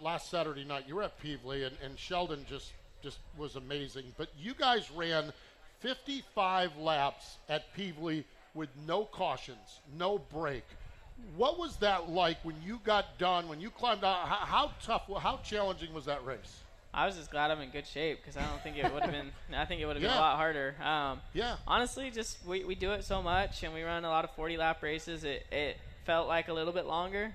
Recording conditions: busy venue